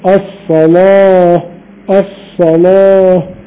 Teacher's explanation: زي ورش يغلظ اللام · Term: تغليظ اللام